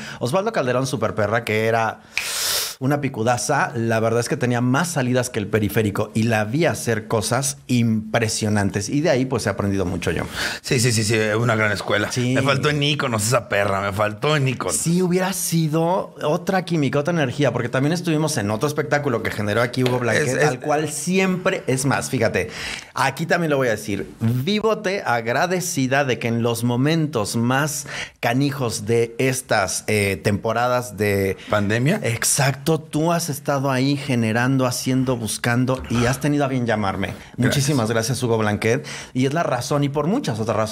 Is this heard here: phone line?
no